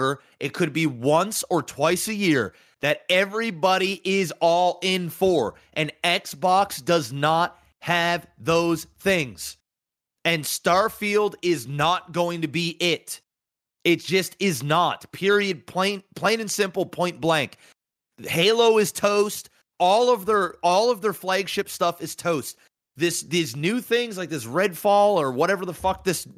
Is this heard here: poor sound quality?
no